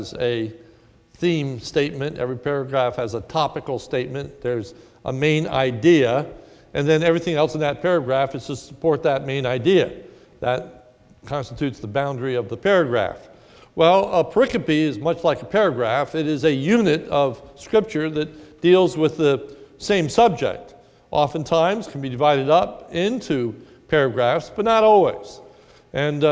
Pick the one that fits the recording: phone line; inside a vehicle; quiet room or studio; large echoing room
large echoing room